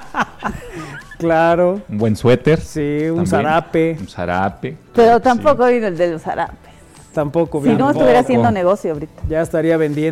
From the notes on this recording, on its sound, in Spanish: cápsula desde la primera edición del festival Tertulia en Puebla donde les preguntó a varios de los asistentes